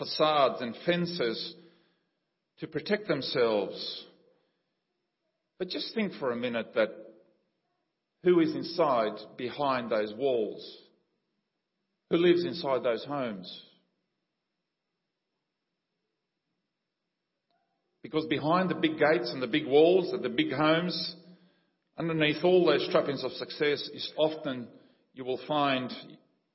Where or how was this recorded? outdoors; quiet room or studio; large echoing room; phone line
large echoing room